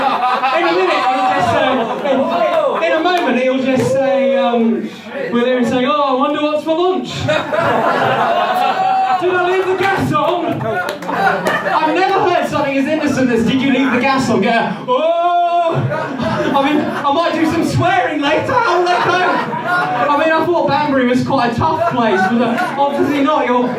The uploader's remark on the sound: This episode was recorded at Rock the Attic in Banbury during The Longest Running Comedy Show World Record Event.